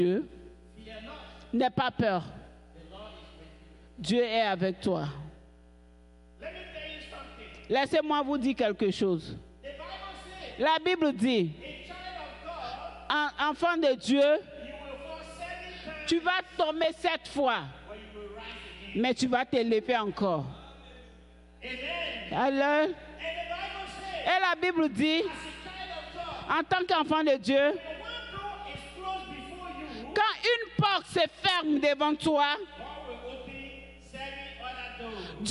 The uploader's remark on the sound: Praise and Worship Service